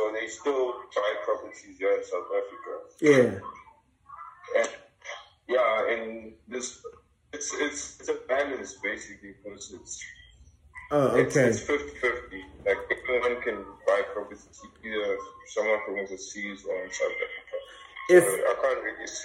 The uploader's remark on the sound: Had a telephone Call